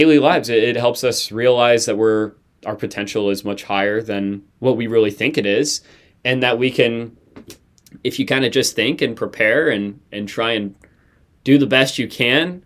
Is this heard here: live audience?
no